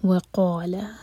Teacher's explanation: قاف ہیوی اور دو حرکہ لمبا، لام لائٹ